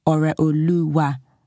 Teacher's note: And there's a dot under the O and a dot under the E to show that it is Ore and not Ore. And there's an accent on the U and the A to show that it goes Ore Oluwa, goes up and down.